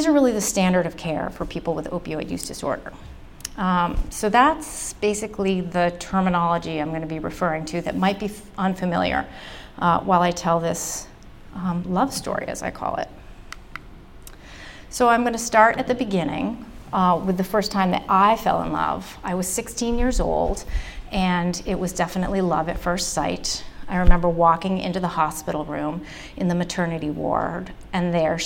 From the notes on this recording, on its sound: The talk was recorded at the Brooks Memorial Library in Brattleboro. For our First Wednesdays program.